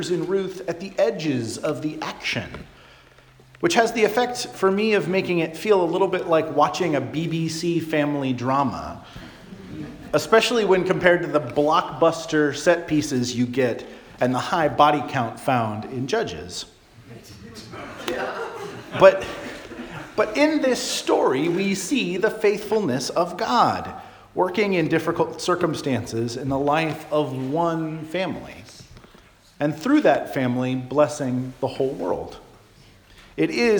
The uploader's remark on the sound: Charles Anglican Cathedral, Bremerton, WA.